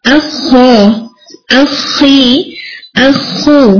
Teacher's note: اور خی کے اندر lowest heaviness چلی جاتی ہے، لیکن آپ نے اتنا دھیان رکھنا ہے کہ حمزہ ہیوی نہیں ہوگا اور خو کو خا خا کی طرف آواز نہ دیں.